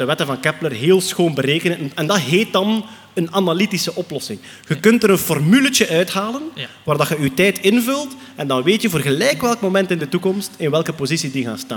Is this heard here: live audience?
yes